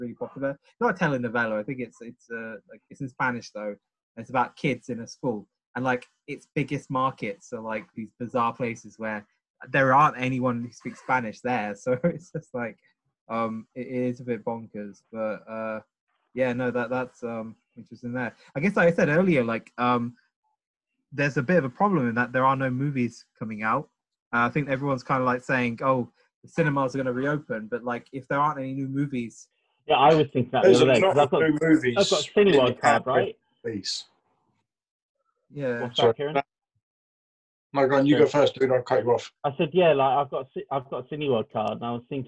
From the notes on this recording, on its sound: jump onto Zoom for a long overdue catchup